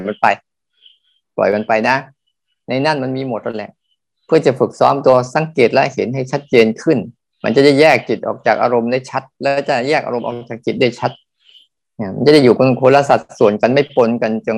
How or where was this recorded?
video call